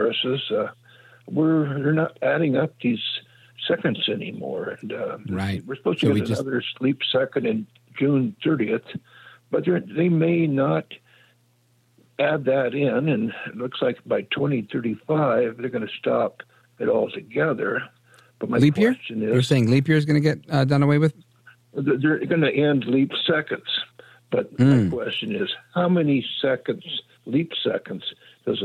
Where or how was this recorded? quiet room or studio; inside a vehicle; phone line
phone line